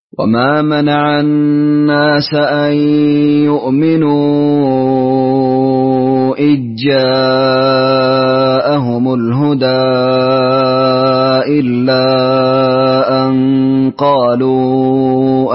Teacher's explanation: فندغم الذال في الجيم على وجه التوسط، على وجه التوسط، توسط المنفصل